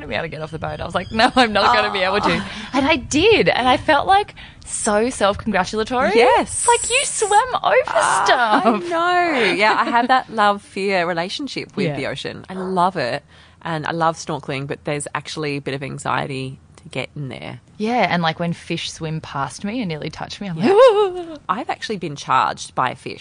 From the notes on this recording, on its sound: Since the sun was shining on this beautiful day we recorded outside so the birds provide some beautiful ambiance but you’ll have to excuse an airplane or two!